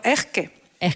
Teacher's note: las S finales se le convierten en Jotas